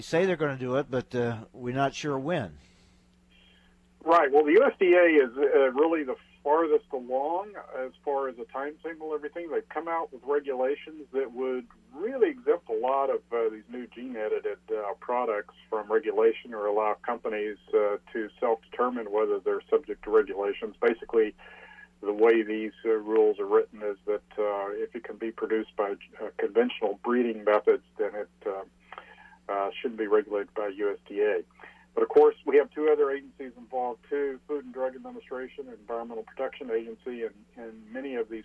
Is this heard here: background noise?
no